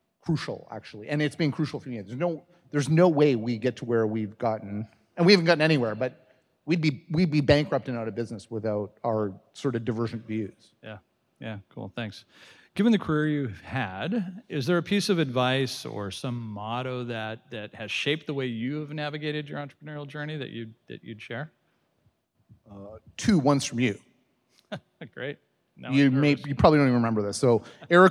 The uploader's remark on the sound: recorded at the Desjardins Entrepreneurship Speaker Series